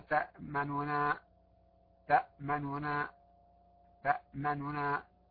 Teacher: تخفض الصوت مع الإسراع لتختلس الحركة، لا تعطيها حركة كاملة · Term: الاختلاس